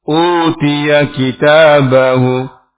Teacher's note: U-nya ditahan, dua harokat